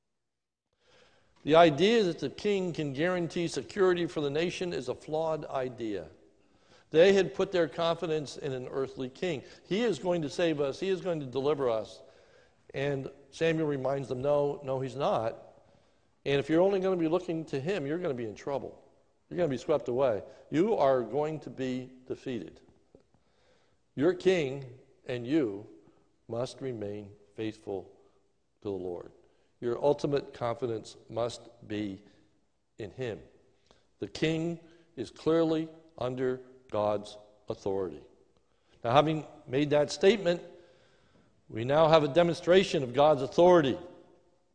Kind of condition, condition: setting, large echoing room